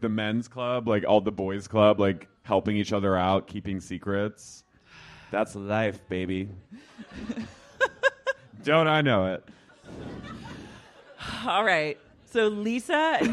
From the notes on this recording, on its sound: LIVE at Sleeping Village Night 2. Take the stage for night two at Sleeping Village in ol' Chicago.